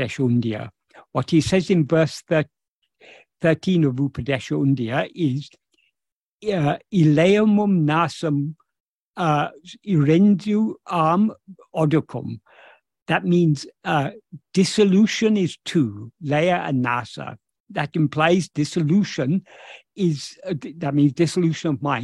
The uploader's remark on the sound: In a Zoom meeting with Ramana Kendra, Delhi.